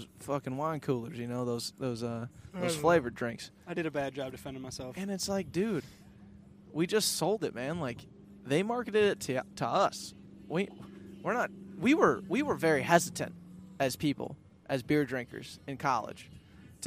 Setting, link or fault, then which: setting, inside a vehicle